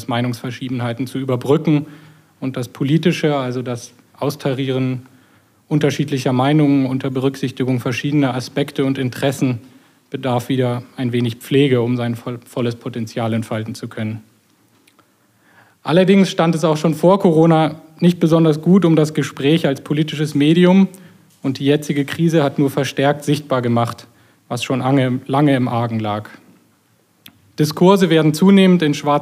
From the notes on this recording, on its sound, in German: Den Audiomitschnitt der Veranstaltung hören Sie jetzt im UM Podcast.